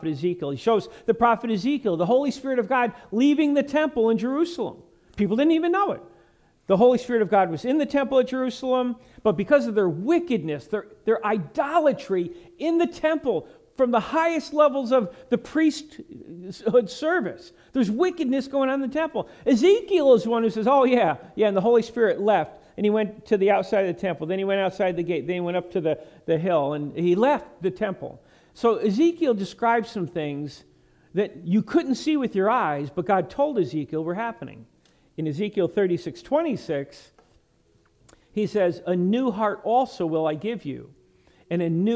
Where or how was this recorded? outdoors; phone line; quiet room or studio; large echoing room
large echoing room